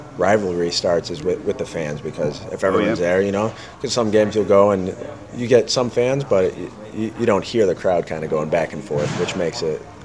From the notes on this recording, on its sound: In The House was LIVE from Oxmoor Toyota with a plethora of special playoff guests.